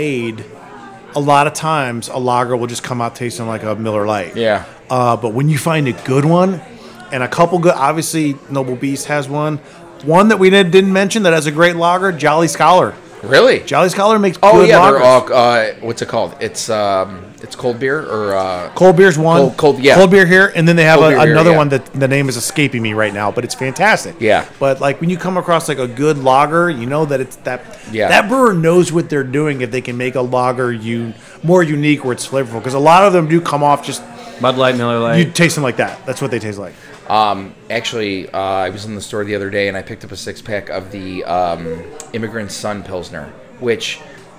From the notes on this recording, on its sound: Recorded at Bookhouse Brewing.